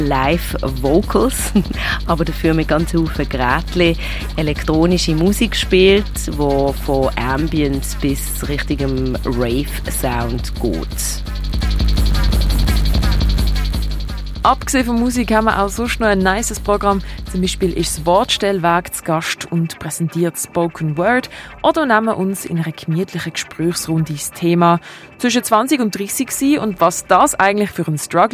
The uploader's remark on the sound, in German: Radio X live vom Hafen. Es gibt Interviews, Lesungen, DJ-Sets, Lichtinstallationen und elektronische Live-Acts.